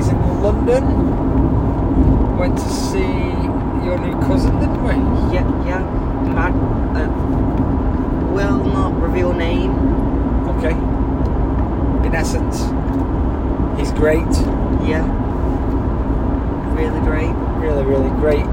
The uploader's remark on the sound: Recorded in the car, the sound may not be the best.